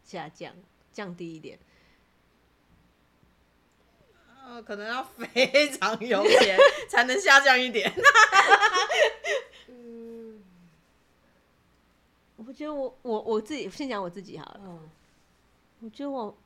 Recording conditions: uneven or low level